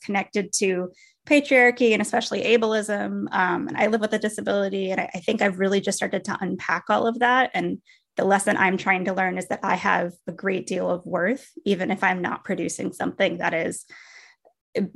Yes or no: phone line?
no